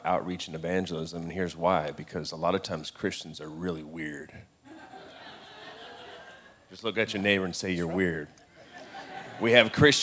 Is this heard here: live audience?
yes